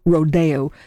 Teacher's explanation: said the title of this ballet with the accent on the second syllable, Rodeo. So when you wonder why we don't say Rodeo when we introduce the piece, it's standard practice that DeMille and Copland always said Rodeo.